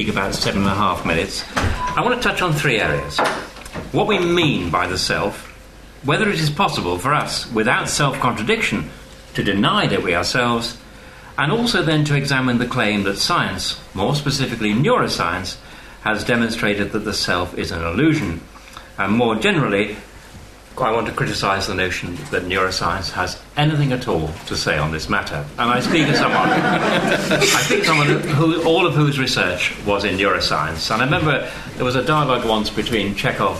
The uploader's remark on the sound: This event forms part of LSE Space for Thought Literary Festival 2014